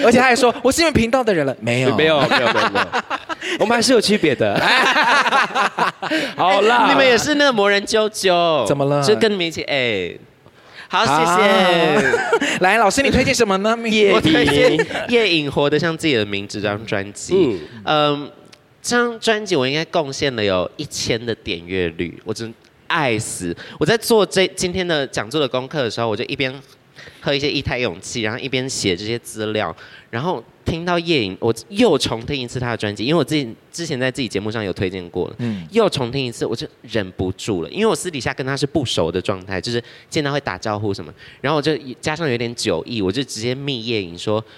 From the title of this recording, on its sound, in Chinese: 特別版現場錄音